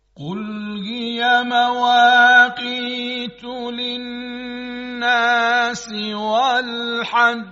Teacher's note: مشاهده کردید که جیم که تشدید داره و بر اون وقف شد صدای قوی تری داره نسبت به جیمی که ساکن باشه و بر اون وقف بشه · Term: قلقله